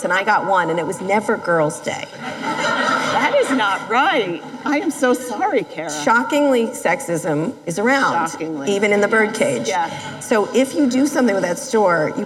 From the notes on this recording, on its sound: live interview recorded at An Evening With Code Commerce in Las Vegas